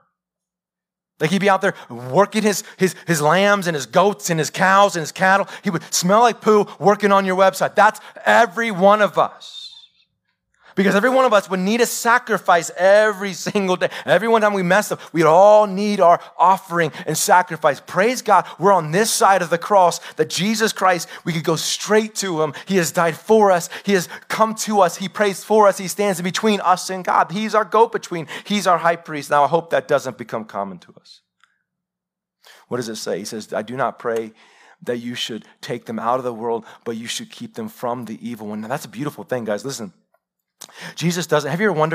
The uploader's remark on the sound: Live sermon recorded 21-Mar-2021 .